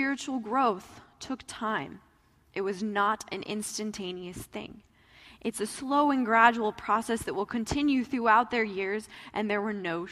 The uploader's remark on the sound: Message delivered in the Traditional Worship Service